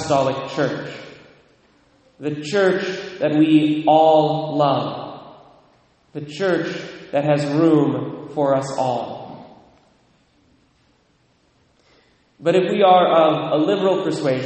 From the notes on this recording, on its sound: Recorded at Immaculate Conception, Mount Vernon, WA (9:00am)